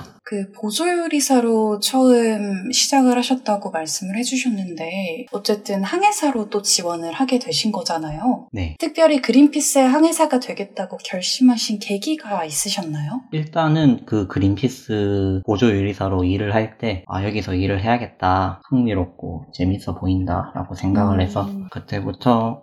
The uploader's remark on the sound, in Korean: 코로나 확산 방지를 위해 비대면으로 녹음한 방송입니다. 음질이 고르지 못한 점 양해 부탁드립니다.